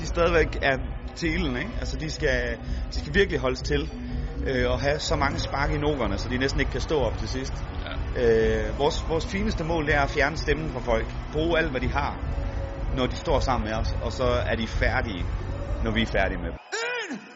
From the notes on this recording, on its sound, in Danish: De Smukke Nyheder runder årets festival af med indslag fra skoven.